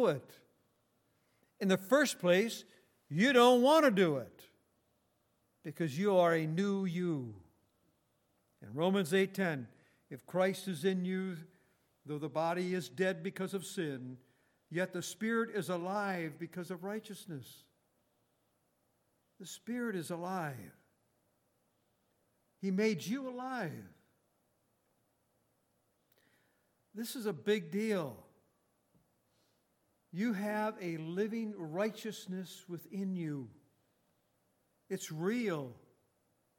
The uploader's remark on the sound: Recorded on October 21, 2018, at Grace Bible Fellowship in Front Royal, VA.